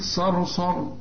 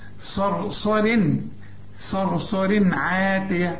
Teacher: الراء الثانية ترقق عند الوصل إنما تفخم عند الوقف لأن قبلها مفتوح برضه